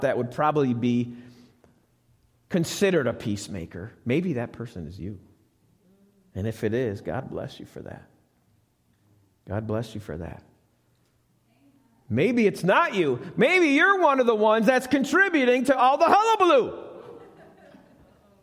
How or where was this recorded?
large echoing room